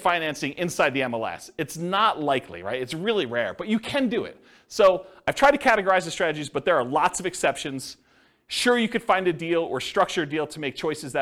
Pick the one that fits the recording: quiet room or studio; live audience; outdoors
live audience